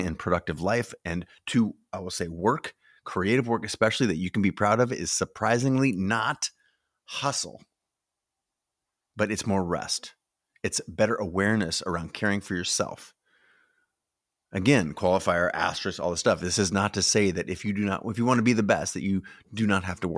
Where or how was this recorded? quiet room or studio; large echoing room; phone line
quiet room or studio